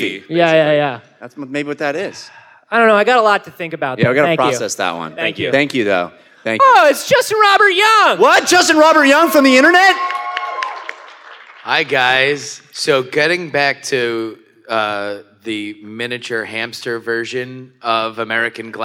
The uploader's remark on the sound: This one was recorded live at the PAX South convention in San Antonio Texas, and consists entirely of questions from the audience.